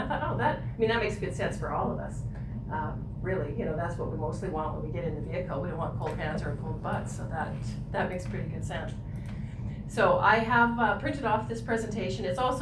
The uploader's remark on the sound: Audio recording of the August 26, 2019 Regular Meeting of Peace River's Town Council.